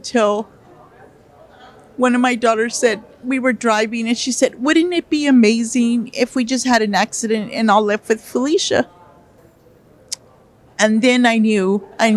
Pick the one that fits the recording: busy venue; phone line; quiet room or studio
busy venue